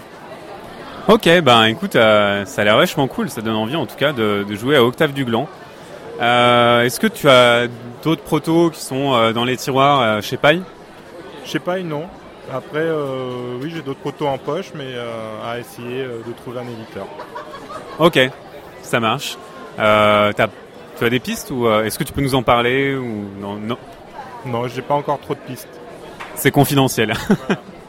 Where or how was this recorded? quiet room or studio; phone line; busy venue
busy venue